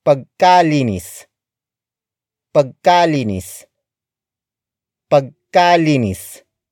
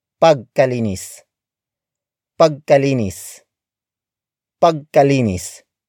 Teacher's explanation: Take note that the ka syllable in pagka adjectives needs to be stressed. · Shown in: first take